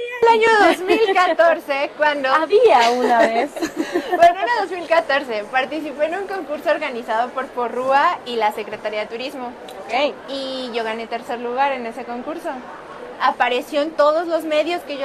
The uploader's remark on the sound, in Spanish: Sala VIP. En vivo desde la FIL.